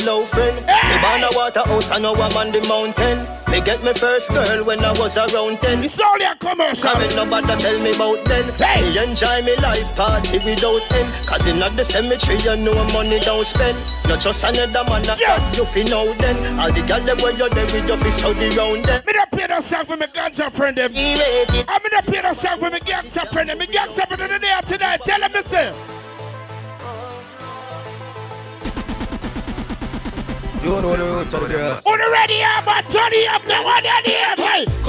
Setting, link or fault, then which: setting, busy venue